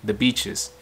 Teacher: Các bạn Mỹ nó có dấu sắc nhưng mà cái nó ngang hơn cái độ sắc của tiếng Việt. Đấy, và thường thường nó sẽ đi xuống.